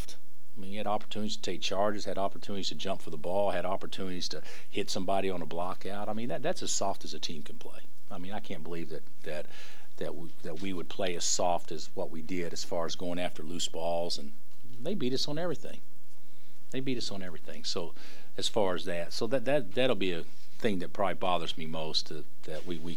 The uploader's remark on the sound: Press Conferences & Post-Game Interviews